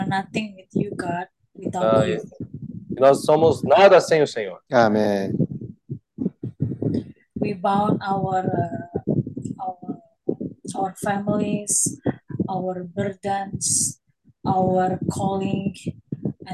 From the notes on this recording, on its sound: Meeting zoom